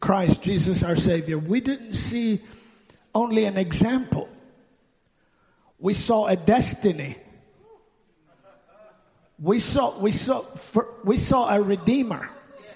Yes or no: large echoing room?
yes